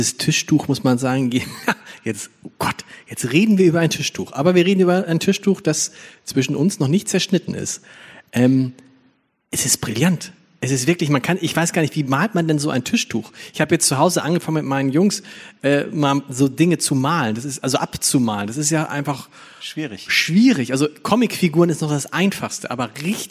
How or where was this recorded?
live audience